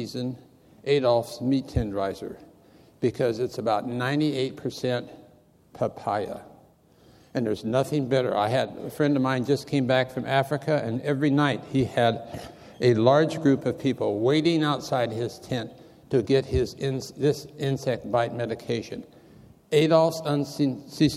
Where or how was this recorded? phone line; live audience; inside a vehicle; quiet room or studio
live audience